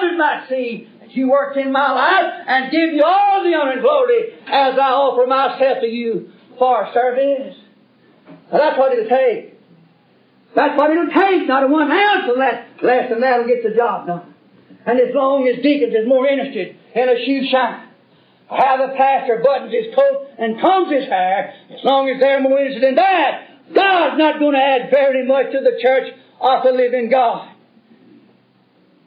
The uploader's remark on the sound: This message was preached in 1971 during the constitution of Trinity Chapel Primitive Baptist Church (since renamed Clinton Primitive Baptist Church) in Clinton, Kentucky.